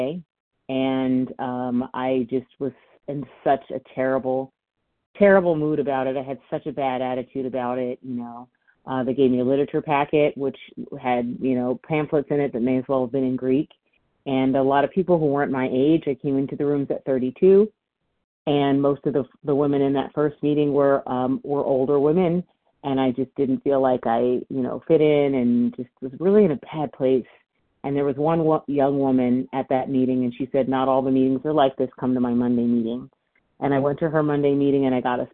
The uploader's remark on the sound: From the 100 Pounders Phone Meeting, 6/21/23.